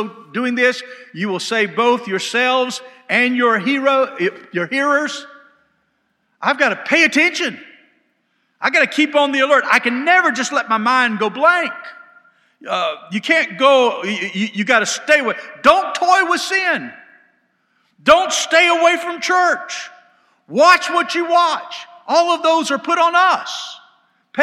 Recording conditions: large echoing room